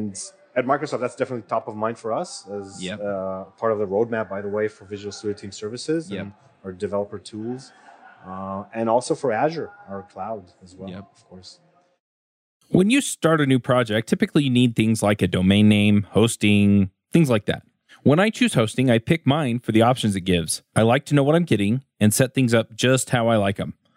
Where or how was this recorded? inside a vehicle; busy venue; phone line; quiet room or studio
busy venue